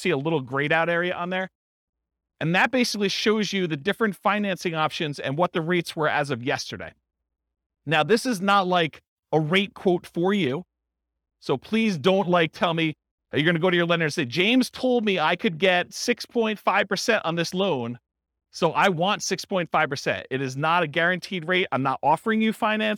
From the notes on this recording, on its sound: This was a live class recorded